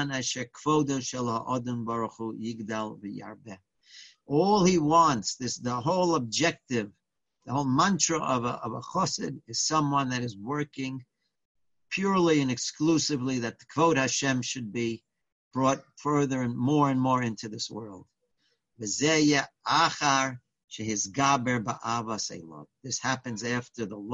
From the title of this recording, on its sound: Live On Zoom: 7-20-2020